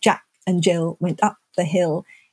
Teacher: words like Jack are louder than and